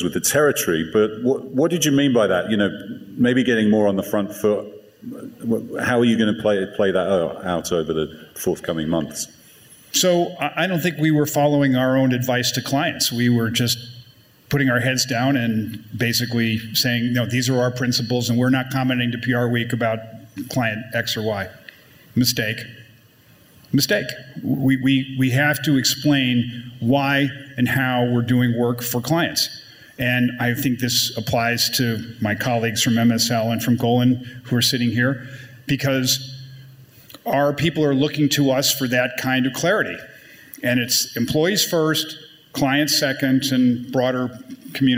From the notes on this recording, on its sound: Wednesday’s PRWeek Healthcare Conference + Awards in New York marked a new milestone for the brand: its first-ever live podcast